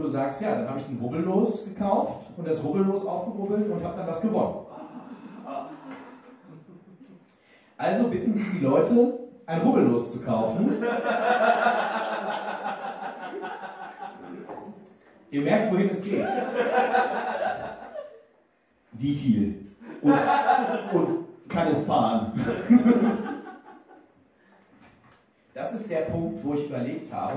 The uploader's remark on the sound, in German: Live in Lüdenscheid Teil 2